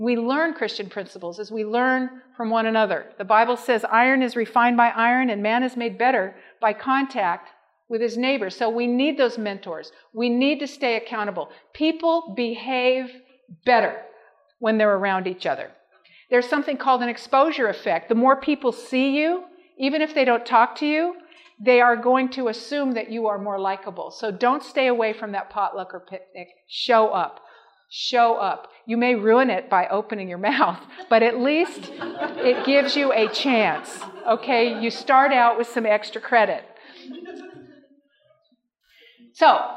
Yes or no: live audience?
yes